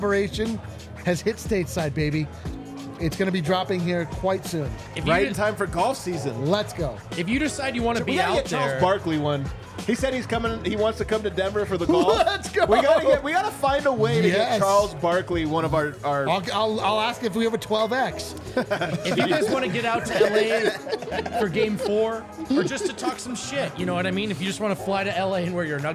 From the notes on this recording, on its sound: LIVE from the DNVR Bar